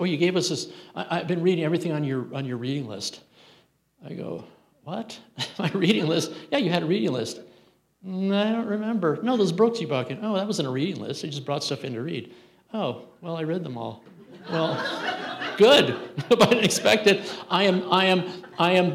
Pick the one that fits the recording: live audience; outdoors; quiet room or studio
live audience